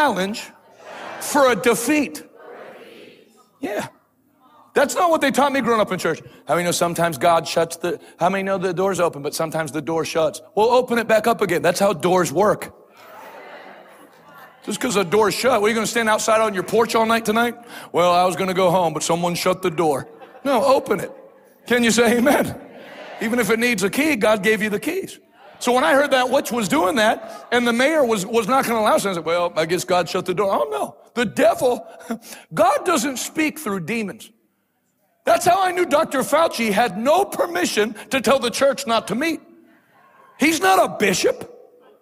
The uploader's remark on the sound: LIVE in Harlingen, Texas Night 2